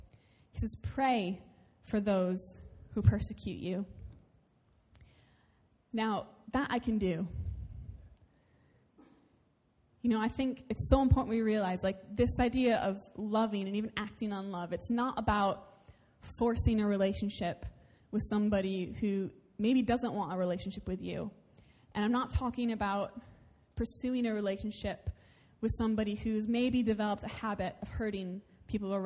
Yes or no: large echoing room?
yes